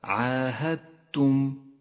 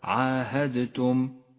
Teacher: الإدغام المتجانس بين حرف الدال وحرف التاء في كلمة عاهدتم · Shown in: first take · الدال رمادية لأنها لا تلفظ وأما التاء فتشدد، هكذا عاهدتم وليس عاهدتم فإنه خطأ شائع.